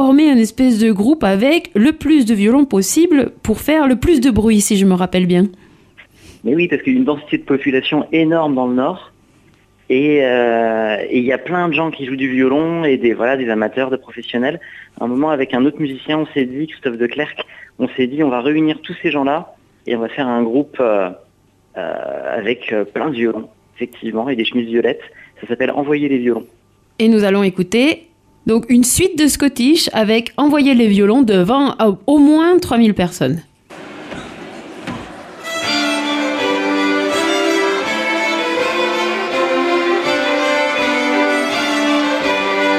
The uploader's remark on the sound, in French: invité par téléphone